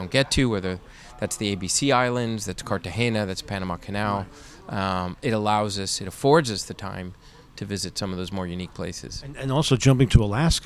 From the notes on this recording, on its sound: at this year’s Seatrade Global Conference